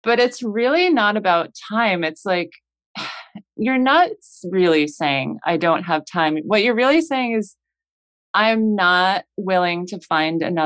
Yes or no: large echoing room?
no